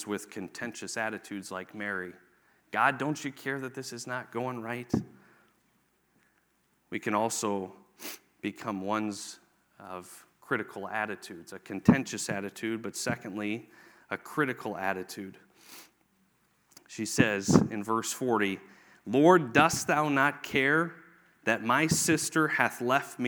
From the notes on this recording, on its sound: Sunday morning message from the 2024 Victory Conference at Falls Baptist Church